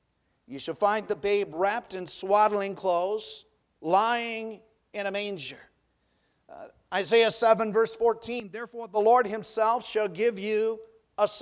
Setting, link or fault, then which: setting, large echoing room